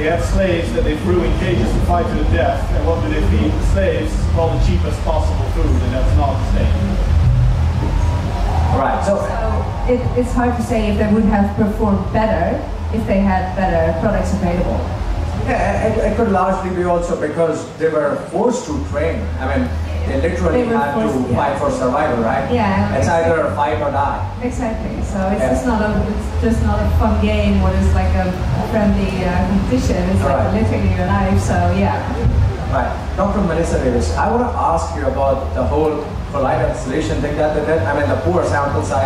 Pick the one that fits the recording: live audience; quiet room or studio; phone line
live audience